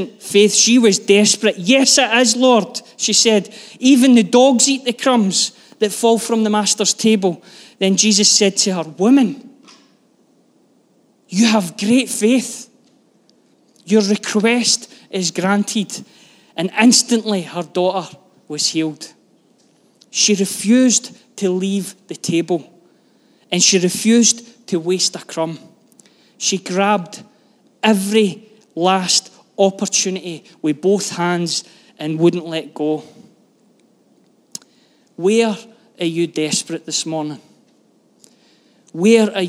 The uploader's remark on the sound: Live from our Sunday gathering on 05/03/23